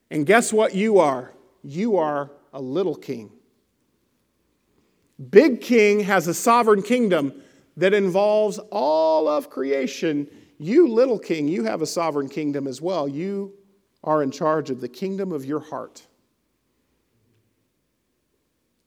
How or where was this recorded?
large echoing room